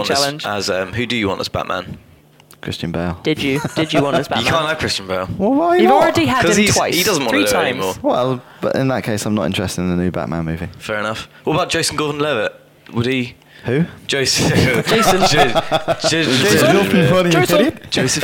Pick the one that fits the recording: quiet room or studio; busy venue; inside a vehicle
busy venue